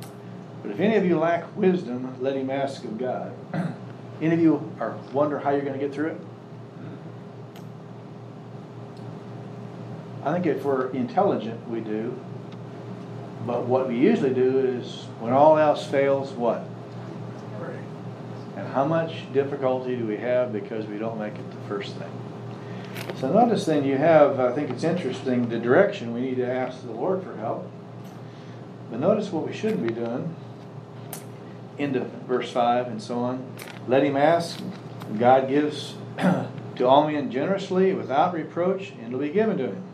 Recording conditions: live audience